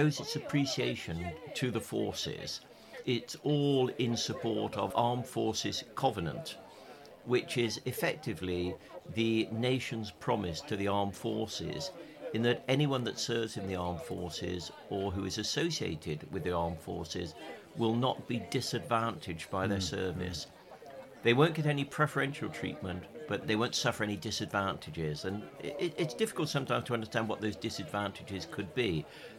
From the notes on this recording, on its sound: Join the podcast team on Castle Green in Hereford for an episode recorded at the Cadet Coronation Review for Herefordshire. Hear the sounds of a Hawker Hurricane from the Battle of Britain Memorial Flight and over two hundred sea, army and air cadets from across the county on parade.